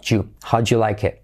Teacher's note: D más Y se convierte en sonido J